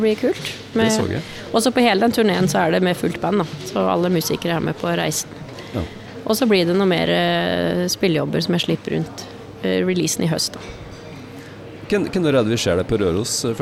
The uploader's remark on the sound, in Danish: Live fra Domus